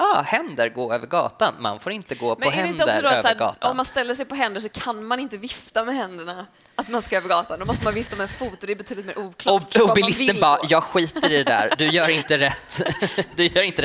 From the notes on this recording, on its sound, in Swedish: Live från Poddfest 2022. Diskuterar framför livepublik. Med äkta pålagda skratt.